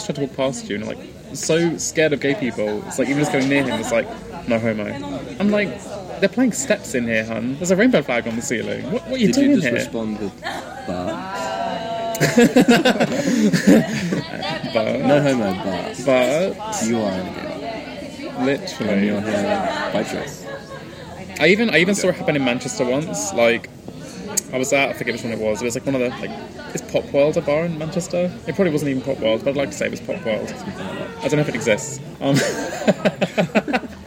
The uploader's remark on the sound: Live from Bethnal Green